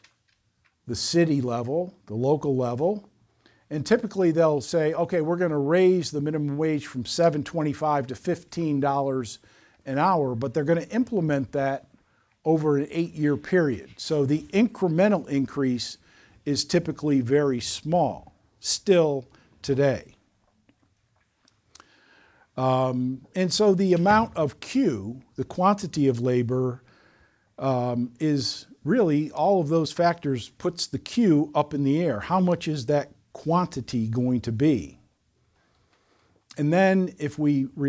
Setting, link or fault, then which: setting, large echoing room